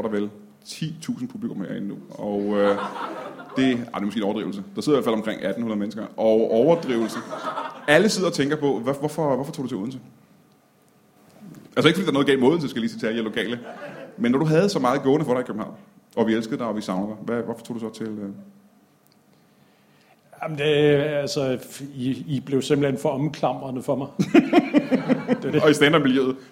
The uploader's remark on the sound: Odense Spoken Word Festival Special LIVE